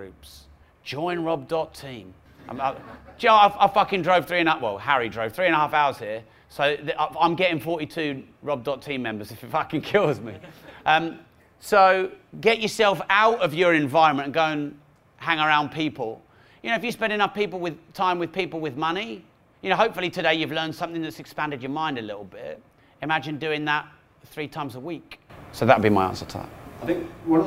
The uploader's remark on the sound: With insightful questions from audience members.